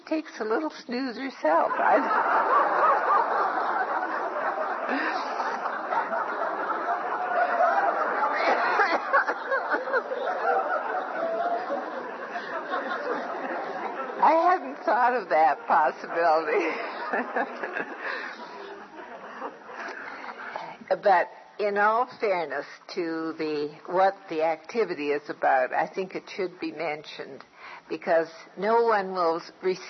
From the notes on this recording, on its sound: The setting was the World Work Conference in Denver, Colorado. There were about a thousand people at the conference.